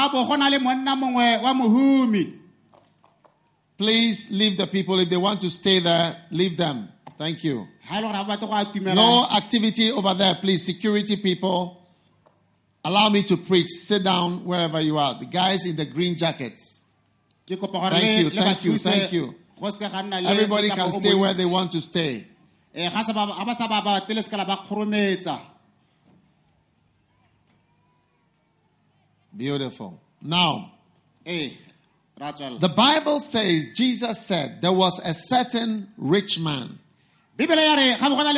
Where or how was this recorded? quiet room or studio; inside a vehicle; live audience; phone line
live audience